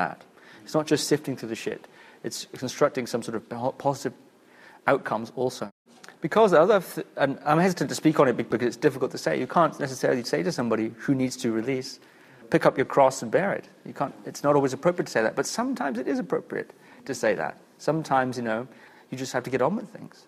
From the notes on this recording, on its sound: a Q&A from their Lineage and Liberation Workshop